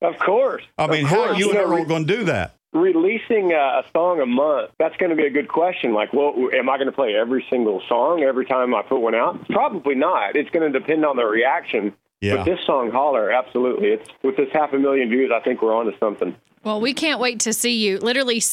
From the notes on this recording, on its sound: he called in to chat